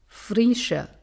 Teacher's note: 另外一个字母组合 SCH 要发成 SH